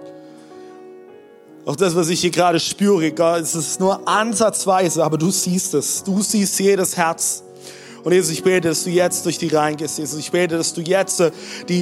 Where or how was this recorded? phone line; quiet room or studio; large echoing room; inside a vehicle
large echoing room